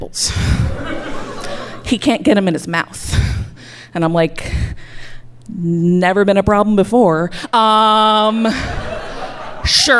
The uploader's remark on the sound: Live From Pittsburgh